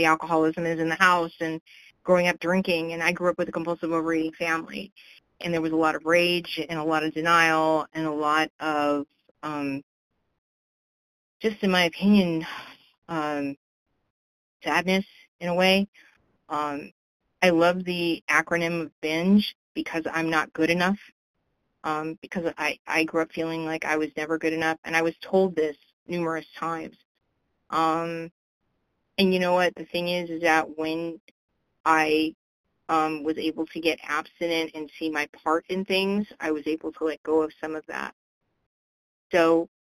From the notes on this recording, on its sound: 100 Pounders Phone Meeting